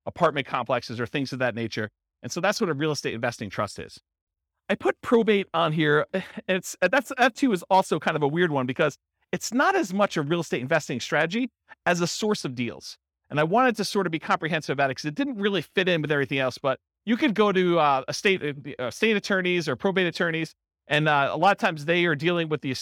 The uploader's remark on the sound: Real estate entrepreneurs in Alexandria, Virginia. This was a live class recorded to give investors a solid qualitative overview of all the different real estate investing strategies.